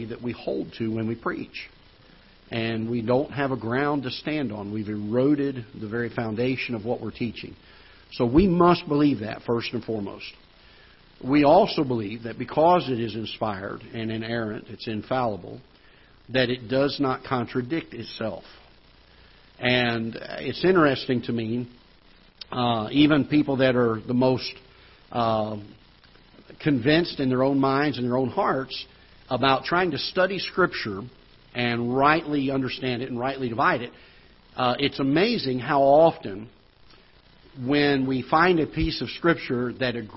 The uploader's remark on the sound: Ketha Heights Baptist Church ~ Live Broadcast